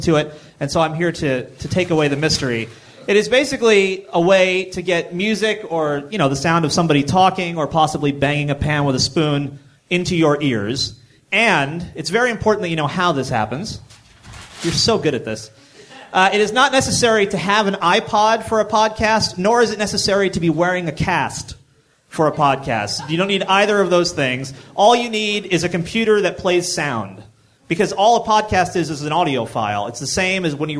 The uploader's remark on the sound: I spoke today at the JazzTimes DIY Crash Course in Manhattan. My talk at the JazzTimes DIY Crash Course. This is the audio of my presentation. Thanks to David Lee Joy from All Star Media for providing the audio.